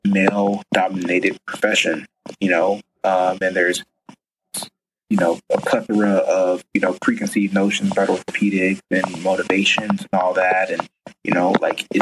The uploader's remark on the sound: Now I do have to apologize in advance for some audio difficulties with this episode